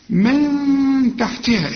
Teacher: اوعى تنسى الغنة دي، نون بدون تشكيل بعدها تاء والتاء من حروف الإخفاء